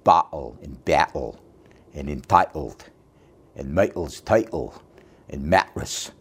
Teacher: You can hear an enormous number of glottal stops.